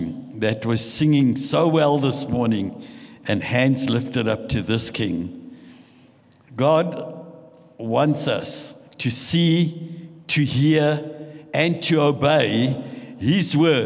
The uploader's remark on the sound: This session was recorded live at Venture Church, Fairlands, Johannesburg.